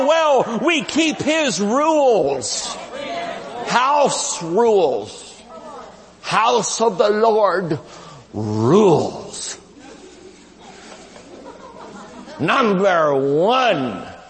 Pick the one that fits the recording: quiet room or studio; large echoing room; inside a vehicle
large echoing room